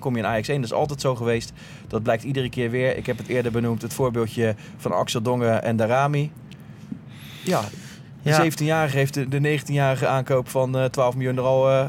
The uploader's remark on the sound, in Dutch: Vanuit de Johan Cruijff ArenA! Onze apparatuur wordt mede mogelijk gemaakt door de vrienden van Blue Microphones.